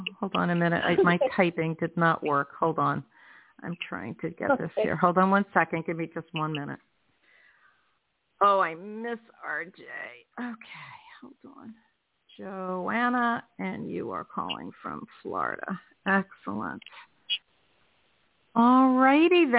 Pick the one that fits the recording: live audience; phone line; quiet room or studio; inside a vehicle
phone line